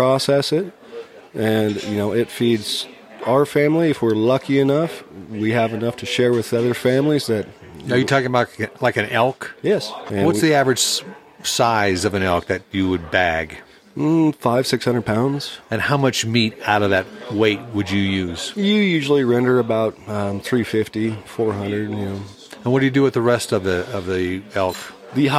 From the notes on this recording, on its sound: Episode eleven was recorded at Yankee Doodle's Cafe in Alpine, Wyoming, just south of Jackson Hole.